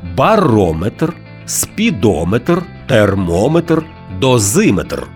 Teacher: Якщо компонент «метр» містить назви вимірювальних приладів, то наголос там незмінно припадає на голосний звук, що передує цьому компонентові – барометр, спідометр, термометр, дозиметр.